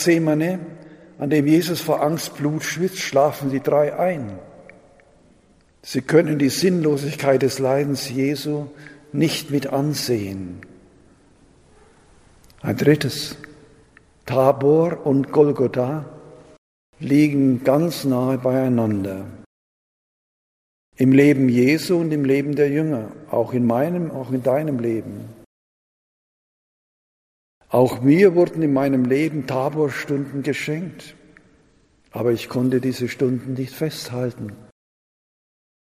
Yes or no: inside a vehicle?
no